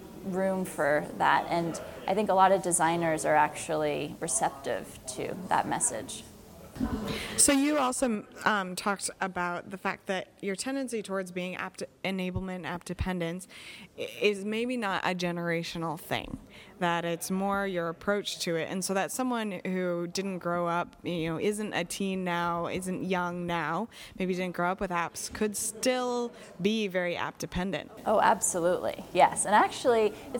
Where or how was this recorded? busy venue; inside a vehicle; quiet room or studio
busy venue